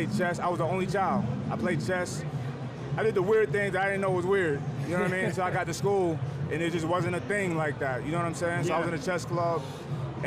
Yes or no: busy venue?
yes